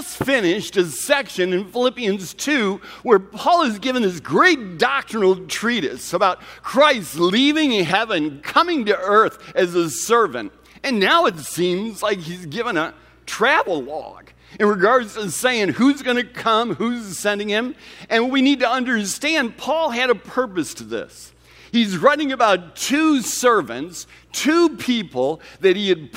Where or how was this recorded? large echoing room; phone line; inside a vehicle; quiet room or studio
large echoing room